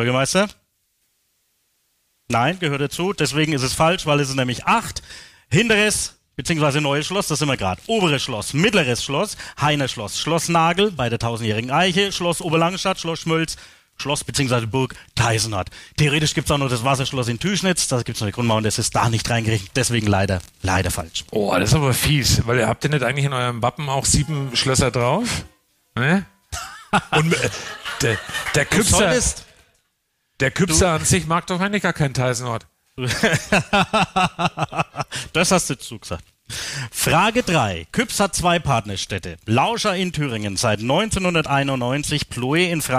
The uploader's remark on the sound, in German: Das Live-Event in Küps. Erstmalig wurde der Podcast vor Publikum aufgenommen. Im Neuen Schloss in Küps im Landkreis Kronach begrüßten die zwei rund 40 Zuhörer und Zuhörerinnen. Das ganze umrahmt von Live-Musik.